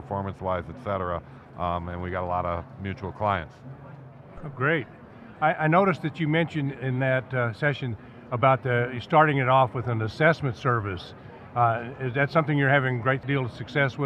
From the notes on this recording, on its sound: live from the Microsoft Inspire conference